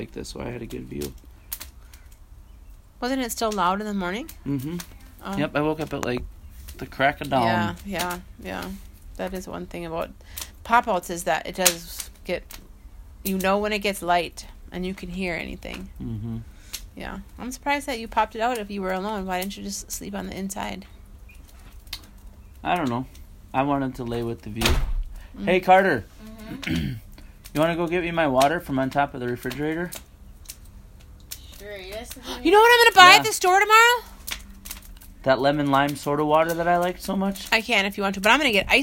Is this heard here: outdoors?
yes